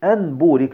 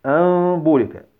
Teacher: بقلب النون أو التنوين ميما ليسهل الإخفاء · Shown in: second take · وذلك لمشاركتهما للباء في المخرج وفي الصفات. · Term: حكم الإقلاب